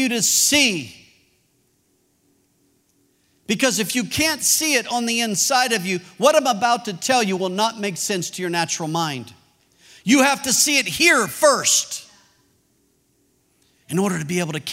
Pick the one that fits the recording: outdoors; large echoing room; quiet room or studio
large echoing room